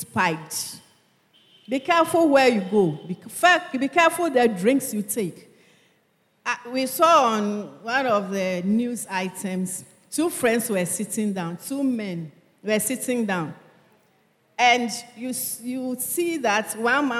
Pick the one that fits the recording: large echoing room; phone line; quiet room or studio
large echoing room